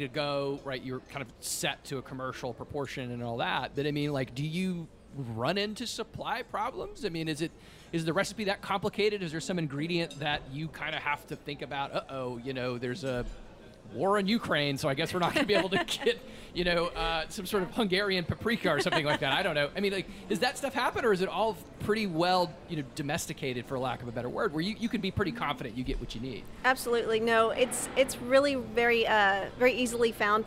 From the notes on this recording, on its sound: Out to Lunch Acadiana was recorded live over lunch at Tsunami Sushi in downtown Lafayette.